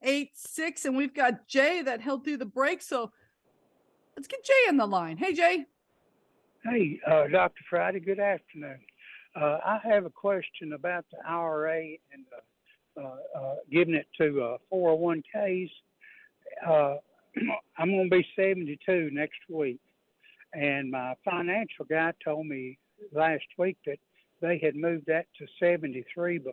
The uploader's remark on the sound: We've already got the phone lit up, which is so awesome.